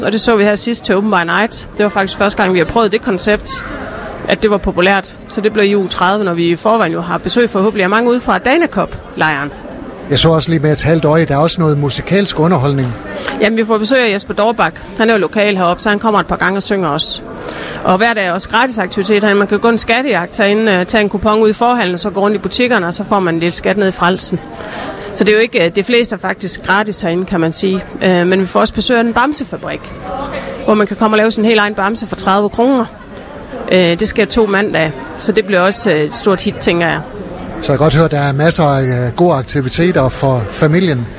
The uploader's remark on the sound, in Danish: LIVE Sommerby Hjørring - Metropol Shoppingcenter. På grund af vind og vejr var Skaga FMs Live fra Sommerby Hjørring for en enkelt dag rykke indendørs i Metropol Shoppingcenter.